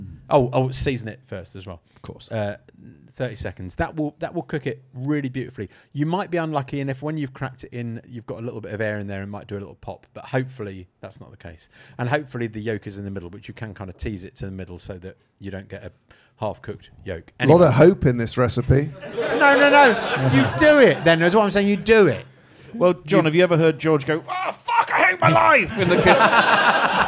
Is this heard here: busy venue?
yes